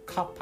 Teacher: car っていうあの R も巻かないですし park の K も発音しないのでカッパって聞こえるんですよね。でカッパってなんだろうって初め思ってて、あの最終的にそれが駐車場を意味するカーパークっていう意味だったっていうのを後から分かったとかっていう、思い出があります。あとイントネーションに関しても後ほどこういろんな例文をちょっとシングリッシュっぽく頑張って発音してみようと思うんですけど、独特のイントネーションなので多分慣れてない方だとすごく何喋ってんだろうってなるのかなというふうに思います。じゃあここからは、シングリッシュの品質表現とあと品質単語っていうのを簡単にご紹介できたらなというふうに思います。まずは品質表現になります。品質表現は有名なところだと can ですね。可能の can、英語で can you do it とかの can ですね。それをすごく対応します。しかもすごくシンプルな感じで使うんですが、ここにちょっと例文を用意したので読み上げます。これお店での